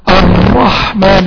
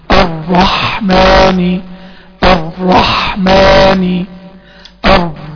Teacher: الصحيح ان انا اخلي اللسان يرتعد مرة او مرتين، في اعتدال في التكرير · Shown in: second take · الرحمن الرحمن الر، يبقى انا لسان ارتعد مرة او مرتين، والبينية بتاعت طبعا الراء واضحة، تمام، يبقى انا عندي كده ما عملتش حصر للصوت، كتمت الراء لا، ولا كررتها كتير، ها دي صفة التكرير.